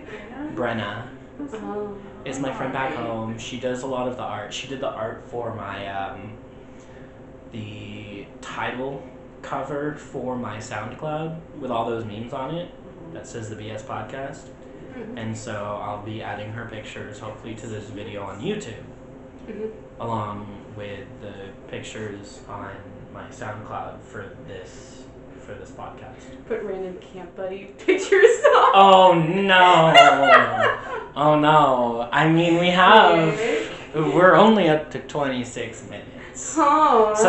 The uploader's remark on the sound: Recording of the original potato quality podcast